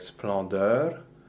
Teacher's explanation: splendeur, where the OE is really open